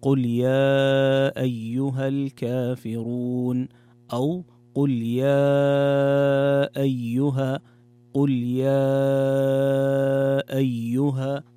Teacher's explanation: أن المد المنفصل يمد بمقدار حركتين بقصر المنفصل أو بالتوسط أو المد الطويل اللي هو 4 أو 5 حركات.